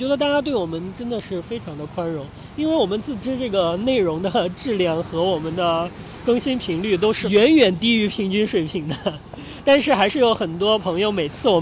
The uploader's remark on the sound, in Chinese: 这期节目是在夏威夷的海边录制的，所以声音有一些嘈杂，先跟大家说声抱歉啦。